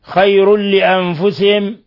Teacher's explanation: تنوين ضم جاء بعده اللام إضغام بغير غنة